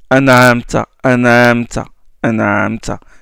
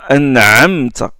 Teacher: Aïn, c'est une pharyngale fricative sonore. Attention, le aïn arabe est plus profond que le aïn que beaucoup prononcent. · Shown in: second take